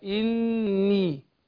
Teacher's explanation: أشدد النون وبعدين أدي الياء المد الطبيعي